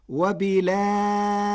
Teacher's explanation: قرأ ورش كلمة وبالآخرة بنقل حركة الهمزة إلى الساكن قبلها وحذفها، وتوسط البدل مع ترقيق الراء فتصير وبالآخرة.